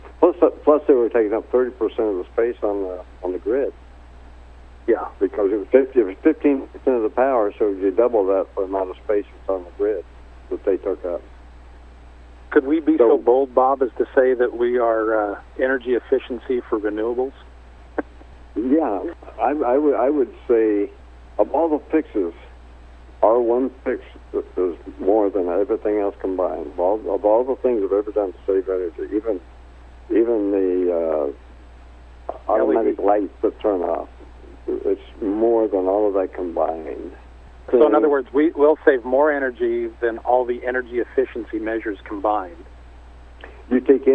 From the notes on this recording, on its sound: called in to SmallCapVoice